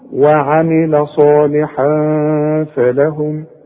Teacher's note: تنوين وبعده فيه الفه من حروف الاخفاء، هنخفي ونغن